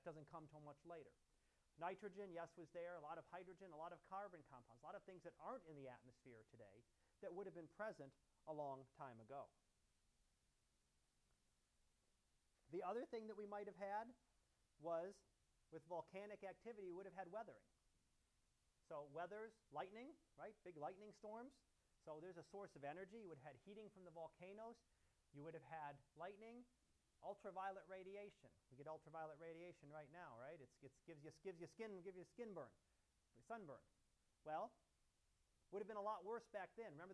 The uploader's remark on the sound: Live Class Lecture